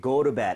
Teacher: Alright, 자, go to bed, go to bed, go to bed도 좋고 flap을 좀 내서 리을 비슷하게 go to bed 하셔도 괜찮아요.